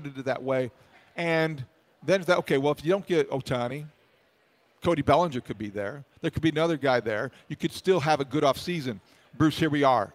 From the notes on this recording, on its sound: live from Cubs Convention